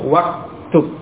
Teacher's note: Adapun waqtub, hamzah wasal pada uktub itu tidak diucapkan. Kenapa? Karena dia di tengah-tengah kalimat ada kata lain yang mendahuluinya, ada wawu yang mendahuluinya.